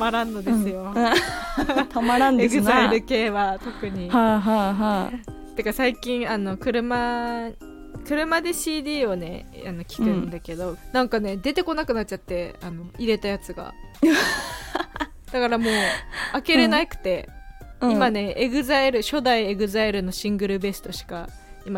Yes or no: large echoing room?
no